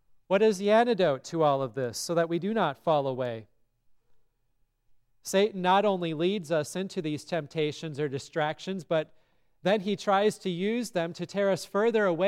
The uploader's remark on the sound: from the service at Grace Lutheran Church, Lexington, MO on February 4, 2024